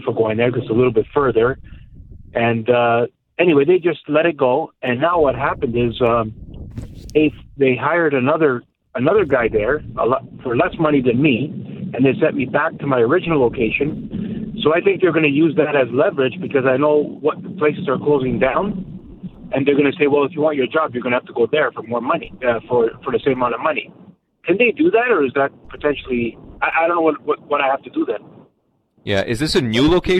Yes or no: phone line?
yes